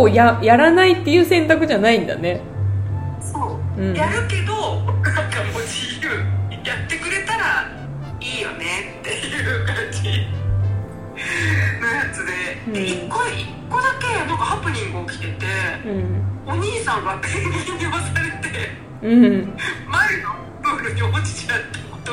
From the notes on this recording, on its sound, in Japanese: カラオケルームで収録しているため、音声がいつもより聞きづらいかと思います…ごめんなさいー